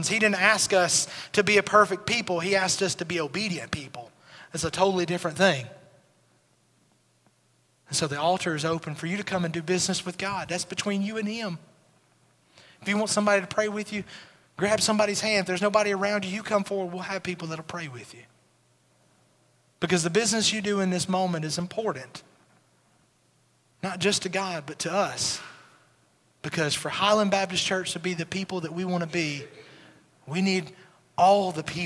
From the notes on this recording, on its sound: Recorded at Highland Baptist Church